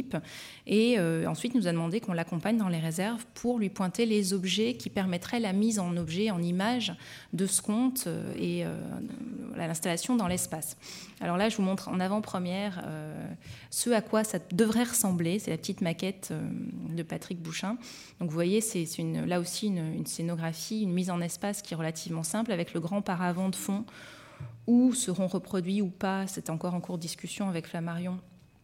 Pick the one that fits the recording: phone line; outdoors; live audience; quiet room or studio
live audience